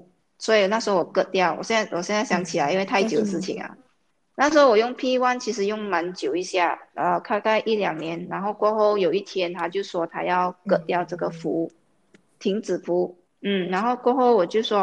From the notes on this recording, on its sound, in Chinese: 我们的播客是需要靠网络来录制的时候，两边网线的延迟